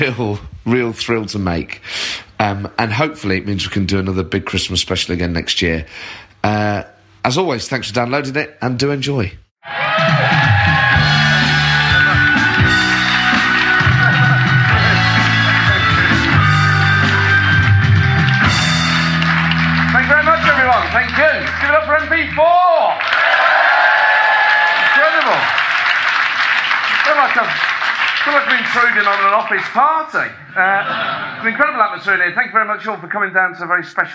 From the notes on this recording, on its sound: Christmas Special political party with on stage guests